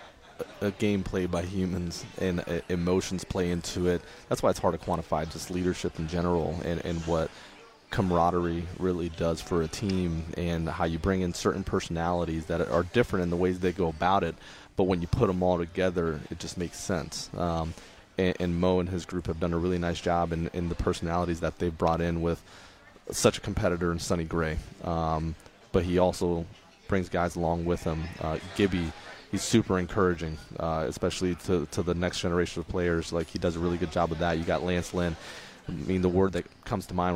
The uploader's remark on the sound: In our second hour from Cardinals Winter Warmup